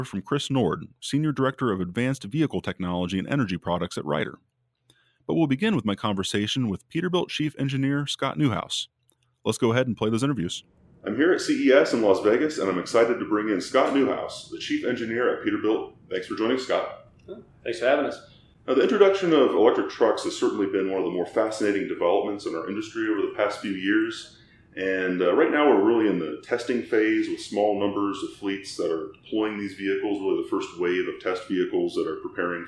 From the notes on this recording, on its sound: In Las Vegas, from the show floor of CES 2020.